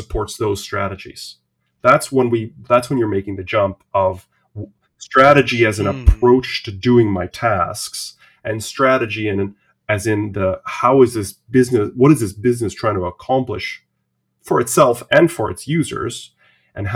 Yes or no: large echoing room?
no